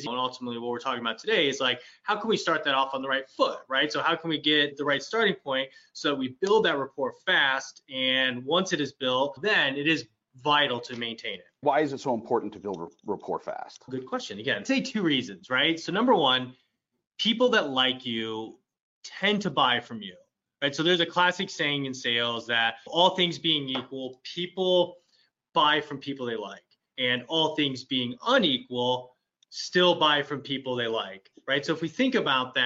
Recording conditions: video call